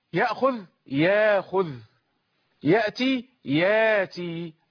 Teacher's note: أبدله عنه حرف مد حالة كونك مسكنا للهمزة، أو مسكنا حالة كون الهمزة ساكنة. · Term: الإبدال